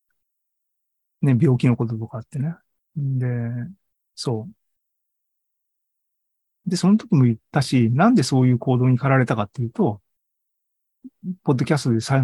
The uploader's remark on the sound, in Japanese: ２０２３年５月３１日に開催した ZOOMライブの模様です